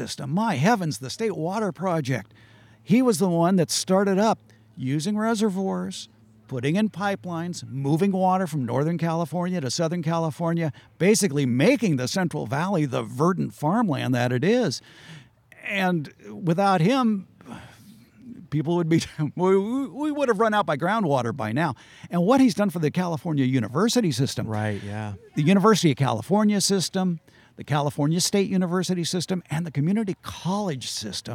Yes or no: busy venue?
yes